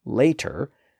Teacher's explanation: So a word like later has a voiced A sound before the T and a voiced A sound after the T. So in order to pronounce that word that way, a speaker has to constrict and activate the vocal folds to make the A sound.